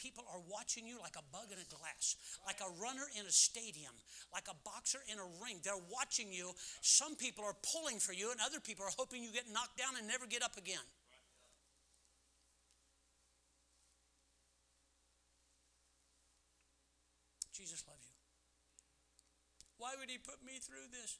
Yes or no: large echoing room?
yes